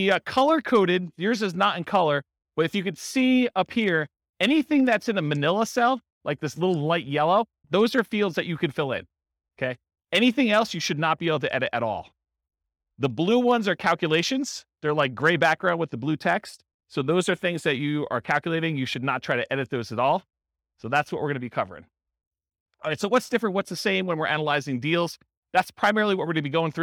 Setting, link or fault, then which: setting, live audience